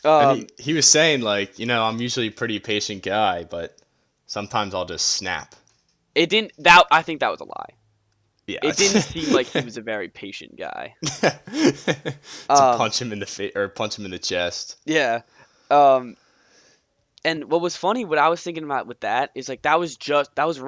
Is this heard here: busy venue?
no